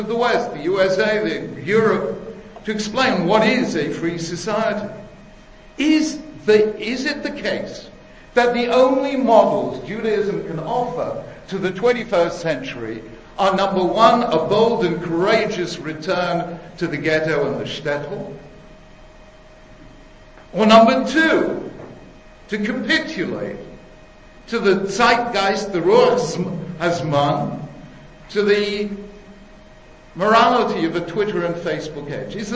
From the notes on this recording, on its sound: delivered at Yeshiva University